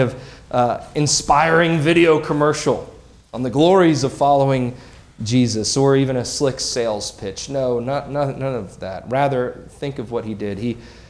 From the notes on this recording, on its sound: This sermon was preached on February 11, 2024 at Antioch Presbyterian Church. At Antioch Presbyterian Church, a mission work of Calvary Presbytery of the Presbyterian Church in America located in Woodruff, South Carolina.